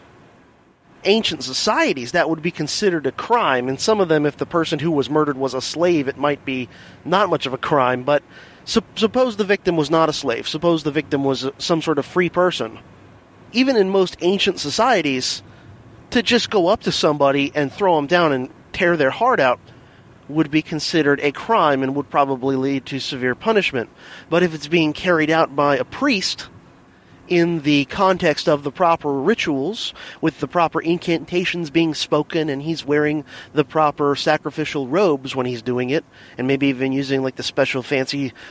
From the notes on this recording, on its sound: Here is the first mobile DHP episode in a while, recorded over the course of my commute to & from work. (BTW, the audio is much improved over previous in-the-car recordings!).